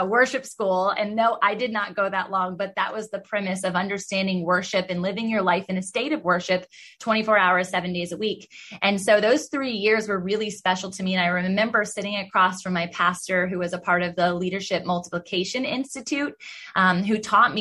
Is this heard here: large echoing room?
no